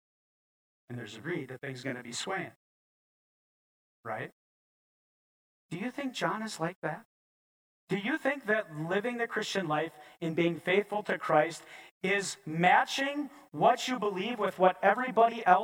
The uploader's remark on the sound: preached this sermon at Bethany's Sunday worship on December 11, 2022